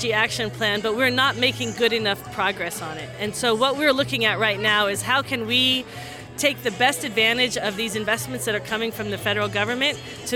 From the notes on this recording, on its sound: We hear from the students at the rally and the pained shouts of the people who participated in the Polar Plunge fundraiser